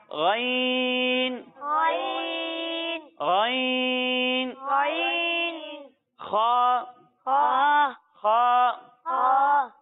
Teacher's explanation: تو یہ دو وہ حروف ہیں جو حلق کے اوپر والے حصے سے ادا ہوتے ہیں · Term: حروف حلقی